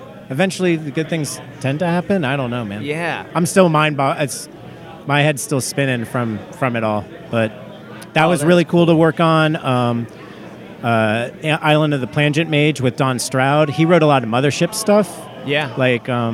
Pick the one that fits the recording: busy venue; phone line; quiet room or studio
busy venue